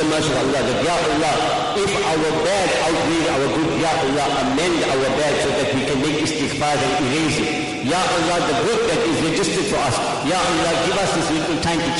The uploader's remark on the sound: Jumuah lecture